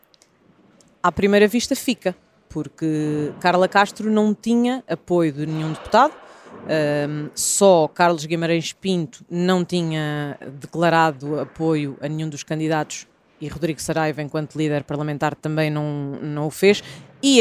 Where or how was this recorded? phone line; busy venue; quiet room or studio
busy venue